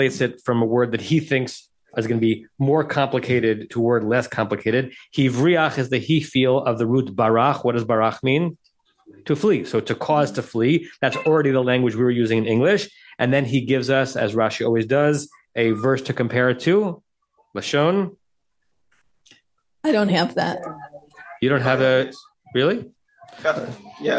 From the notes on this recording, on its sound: Facebook/Zoom